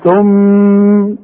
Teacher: شوف الغنة دي اقول ثم بمقدار حركتين